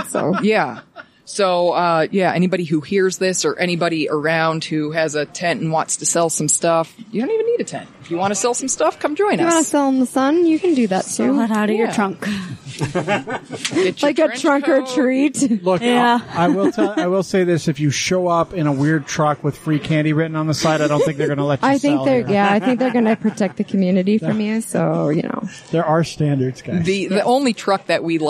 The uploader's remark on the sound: It's a live show in the record breaking heat at the start of June.